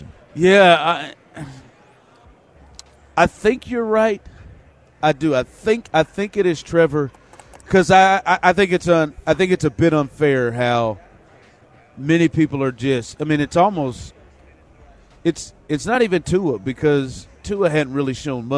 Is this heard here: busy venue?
yes